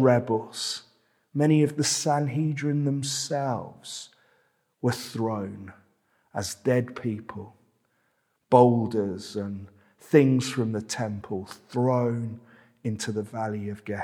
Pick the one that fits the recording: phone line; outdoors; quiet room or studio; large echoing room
large echoing room